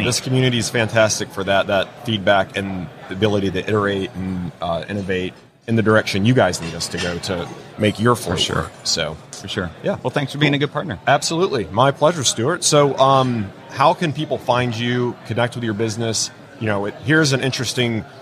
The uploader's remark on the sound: LIVE from WORKBENCHcon 2022. In the Organization Conversation booth at the show.